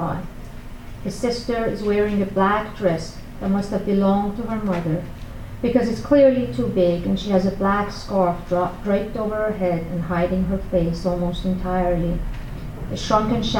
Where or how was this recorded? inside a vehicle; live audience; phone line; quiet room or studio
live audience